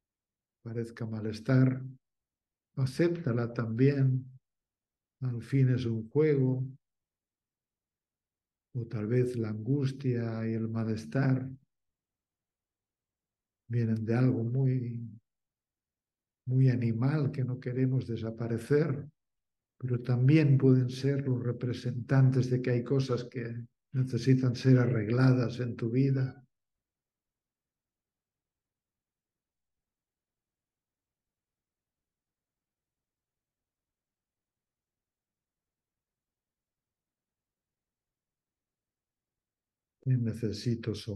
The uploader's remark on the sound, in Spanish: Esta meditación es una grabación de un encuentro online en vivo. Material editado.